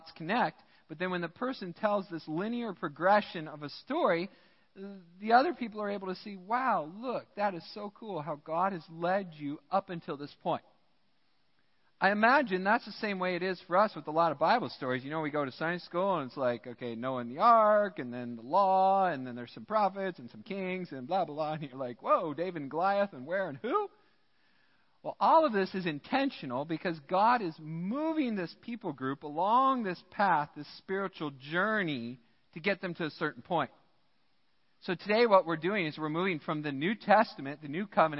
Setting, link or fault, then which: setting, large echoing room